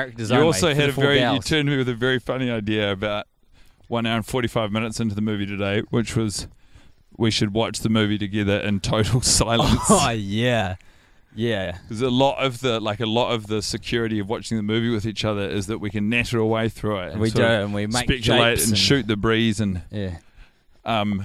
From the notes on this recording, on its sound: The boys initial recording of this watch has been lost to the sands of time due to a technical glitch. Record it while walking about the neighbourhood at night.